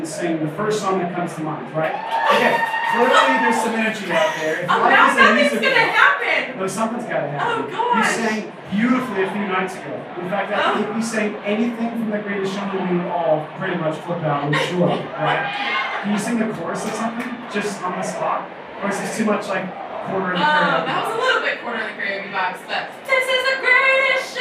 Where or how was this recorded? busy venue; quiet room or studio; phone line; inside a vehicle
busy venue